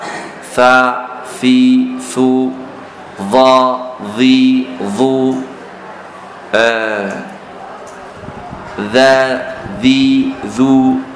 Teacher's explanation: طرف اللسان مع أطراف الثنايا العليا طرف اللسان مع أطراف الثنايا العليا يعني الطرف على الطرف الطرف